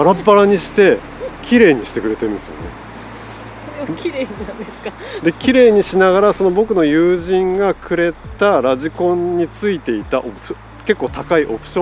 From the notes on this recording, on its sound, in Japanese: PINE BEACH RC RACEWAY。レース場の横で収録させていただきました！レース場の熱気も相まって。